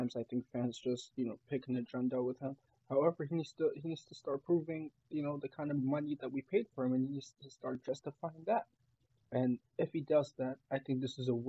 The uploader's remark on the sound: My bad for the weird audio.